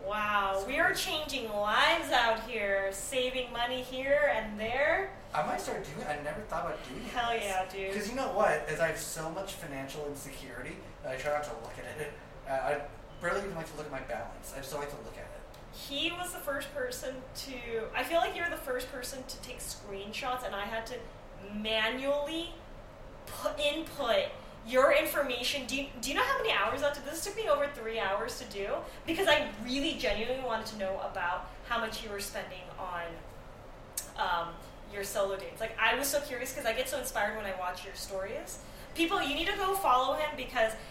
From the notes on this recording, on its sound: Yes we know the sound sucks. We messed up.